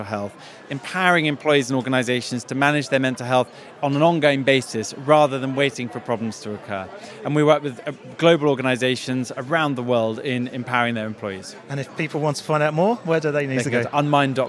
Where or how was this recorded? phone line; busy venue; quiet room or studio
busy venue